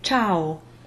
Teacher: We ignore the I and say ciao. Phonetically, you'd spell this T, the long squiggly S, bright A, and closed O.